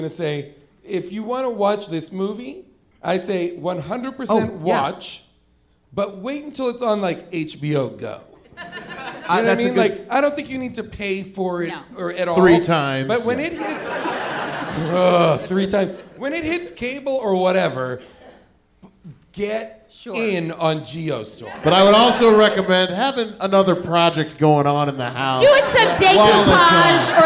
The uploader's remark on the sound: Recorded live from Los Angeles at Largo at the Coronet